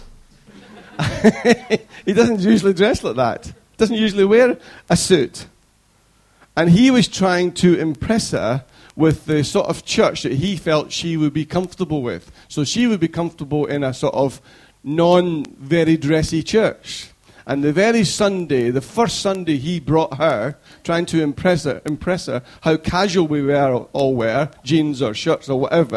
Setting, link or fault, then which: setting, large echoing room